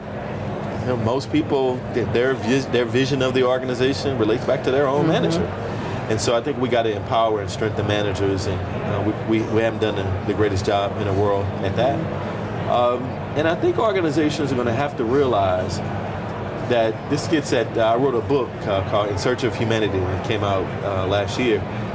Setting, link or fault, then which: setting, busy venue